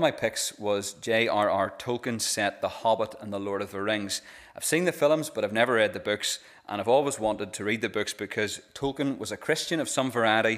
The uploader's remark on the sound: This is the recording of the Bible reading and sermon from our evening service on Sunday 26th March 2023.